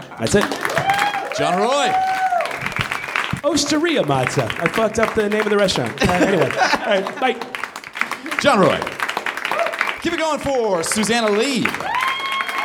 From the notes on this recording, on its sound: Recorded March 18, 2014 at the Nerdmelt Theater in Los Angeles.